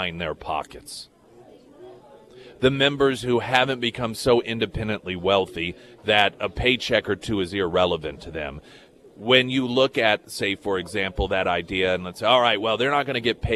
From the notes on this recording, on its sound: live at Scramblers Diner for the Friday Road Show